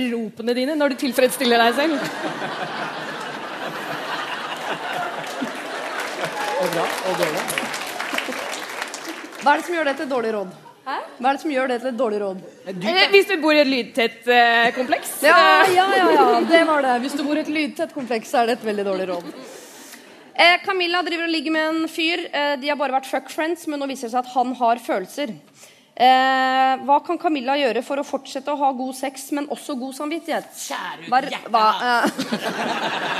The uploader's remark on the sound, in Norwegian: Lørdagsrådet improviserer løsninger live fra Rockefeller!